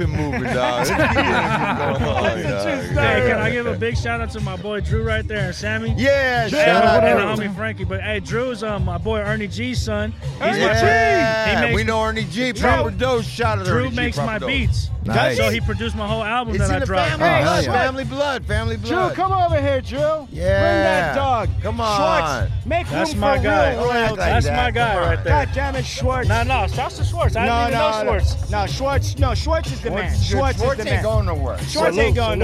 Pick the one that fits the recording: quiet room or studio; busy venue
busy venue